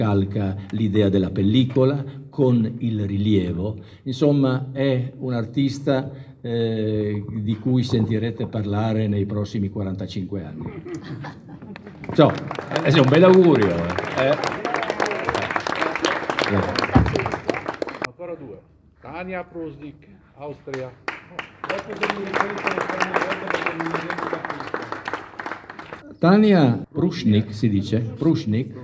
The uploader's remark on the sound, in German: Diese italienische Ausgabe der Sendung Arte Alpe Adria – momenti di cultura bringt einen Mitschnitt der Eröffnung der Kunst-Ausstellung Mittel-Art 2020 – simbiosi di colore empatico – mostra d’arte contemporanea internazionale .